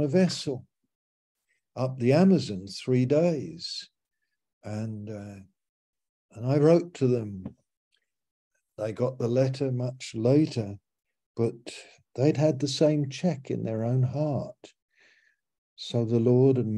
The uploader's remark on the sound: Malaysia Meets (Zoom).